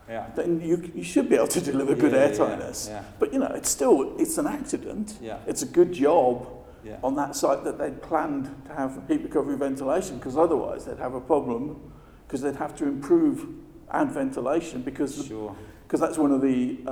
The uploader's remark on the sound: At the 2019 Passive House Conference in Heidelberg